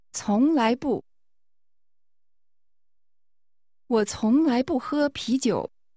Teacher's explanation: There are two rising tones, 从来, and a falling tone, 不